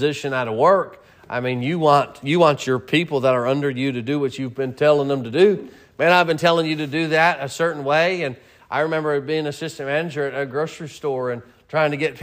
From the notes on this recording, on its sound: Sermon preached at Mid County Baptist Church